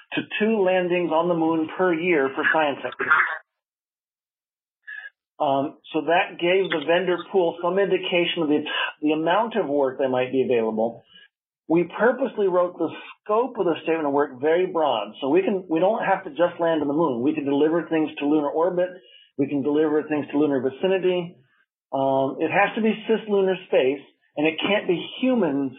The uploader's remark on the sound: a guest at the weekly Future in Space Operations teleconference